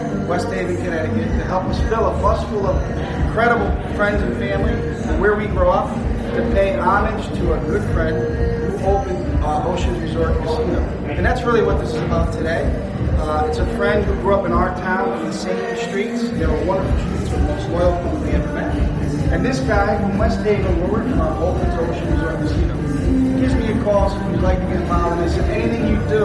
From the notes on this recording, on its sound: After hanging out at the party for a while and around the beautiful resort we decided to record a quick teaser.